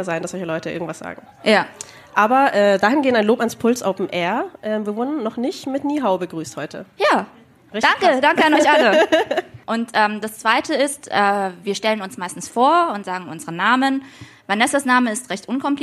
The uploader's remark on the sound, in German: Wir haben das erste Mal vor Publikum eine Folge aufgenommen, und zwar auf dem Musikfestival "PULS Open Air", in der Nähe unserer alten Heimatstadt München.